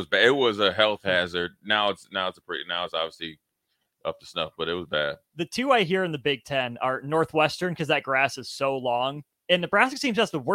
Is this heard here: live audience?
no